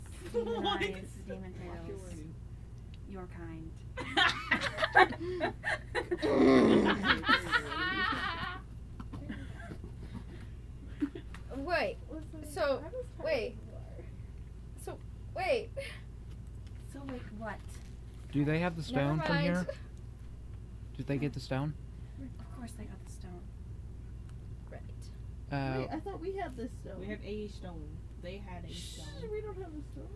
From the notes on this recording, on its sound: The audio on this episode is not great. It's very quiet, then obscenely loud.